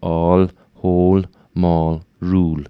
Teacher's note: The L at the end of words is light. So it's the same L you have in the word light as at the end of all the words.